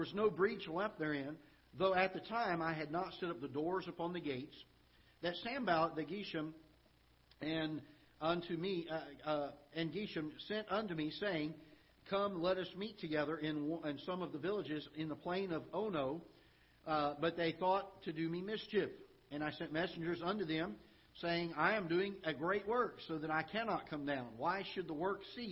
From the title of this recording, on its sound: Ketha Heights Baptist Church ~ Live Broadcast